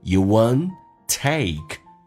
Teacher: Youwon't， oh 这个发音 T 不发音